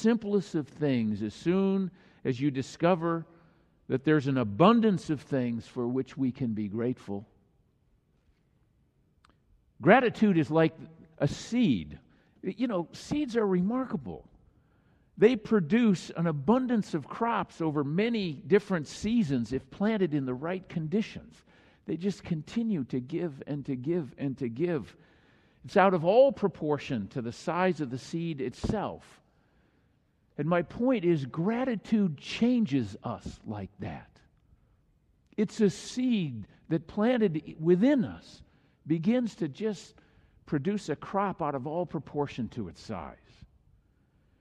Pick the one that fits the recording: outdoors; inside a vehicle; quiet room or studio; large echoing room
large echoing room